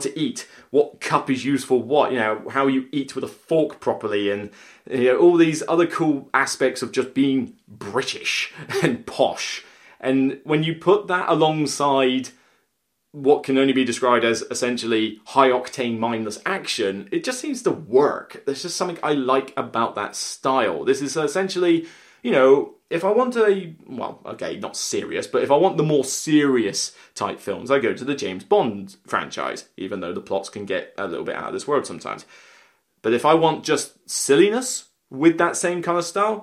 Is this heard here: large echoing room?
no